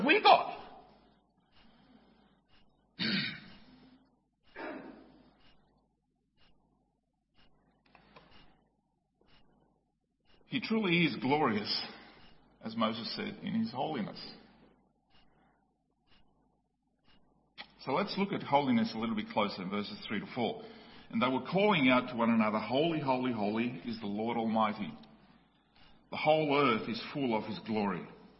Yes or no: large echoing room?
yes